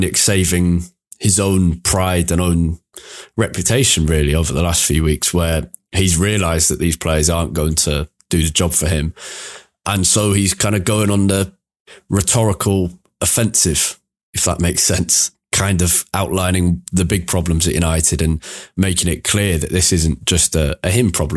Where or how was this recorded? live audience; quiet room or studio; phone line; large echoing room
quiet room or studio